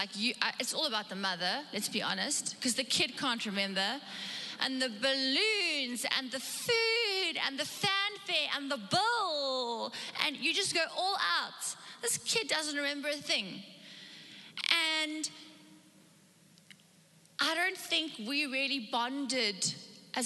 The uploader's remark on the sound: Recorded live on Sunday the 7th November 2021